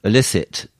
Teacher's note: I think the first syllable is pretty much a schwa · Term: schwa sound